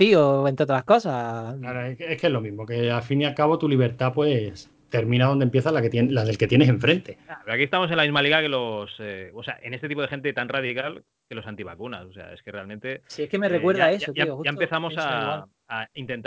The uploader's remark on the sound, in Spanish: Tres pollaviejas una galleta y un micro, el resultado es tal cual se ha grabado por Skype, sin trampa ni cartón, ni música, ni acordeón.